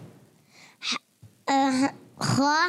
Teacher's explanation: खा हलक के ऊपर वाले हिस्से से अदा होता है।